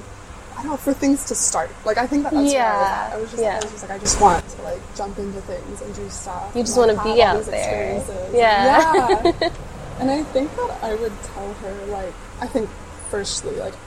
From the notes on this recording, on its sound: Episode recorded at Doshi House, Houston